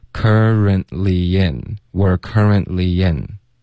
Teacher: ly 跟 n 之间会有一个很轻的 y 的音，所以不是 in，它是 yen